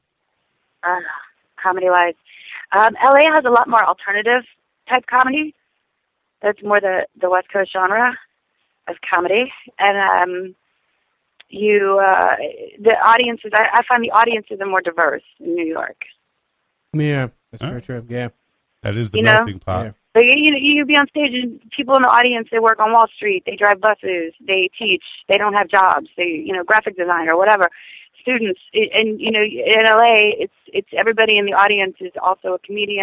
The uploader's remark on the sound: Lets random phone calls.